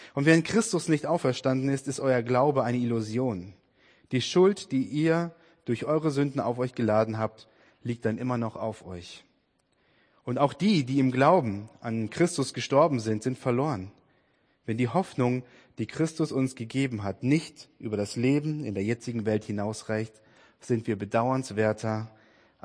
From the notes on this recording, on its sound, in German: Predigt-Podcast aus dem FORUM HOFFNUNG in Dresden